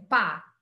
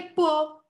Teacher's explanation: A vogal A no final é mais fechada · Shown in: second take